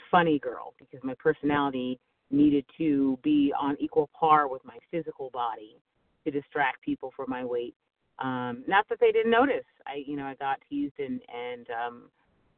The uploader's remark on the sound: 100 Pounders Phone Meeting